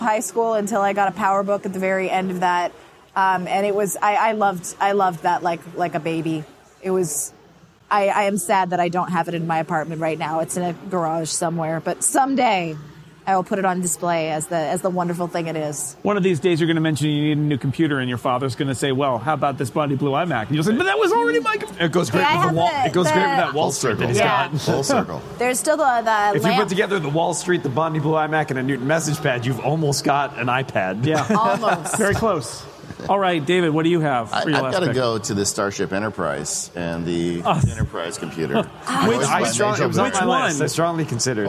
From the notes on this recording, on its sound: Live from Macworld/iWorld in San Francisco.